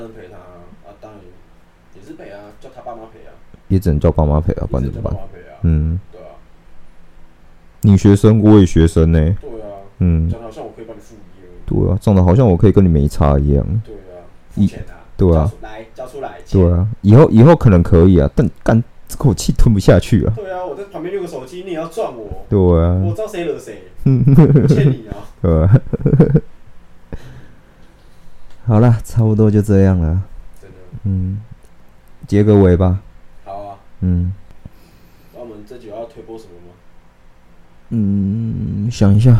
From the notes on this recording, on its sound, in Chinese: 鬼月期間錄音設備沒有乖乖。